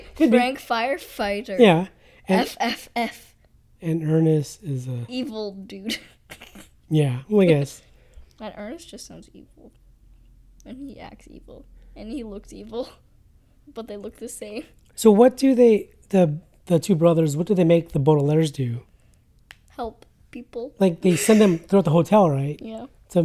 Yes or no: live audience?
no